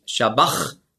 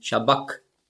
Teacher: das CH im Griechischen, das ist ja ein Buchstabe, das Chi, das hat man ausgesprochen so wie ein C hinten im Gaumen · Shown in: second take · K.